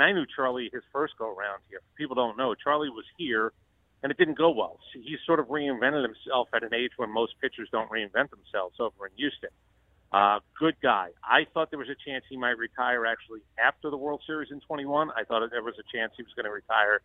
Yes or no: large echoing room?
no